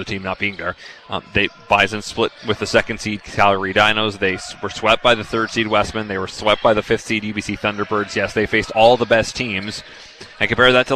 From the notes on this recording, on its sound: Live from IGAC for the Canada West Mne's Basketball Championship, hosted by the U of M.